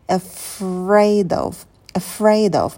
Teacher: Первый звук — это шва, э, потом на ф можно немножко посидеть. Afraid, когда произносите дифтонг эй, челюсть сильно вниз не опускайте, держите оскал.